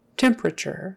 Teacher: So temperature, temperature. The biggest accent is on the first one. The second is on, the second most important accent is on the last syllable.